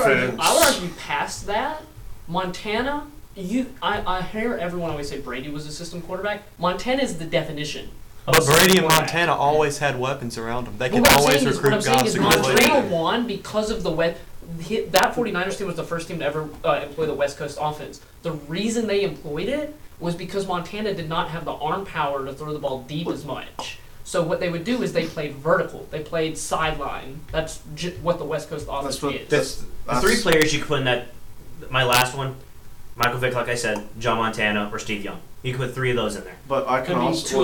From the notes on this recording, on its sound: AUDIO WARNING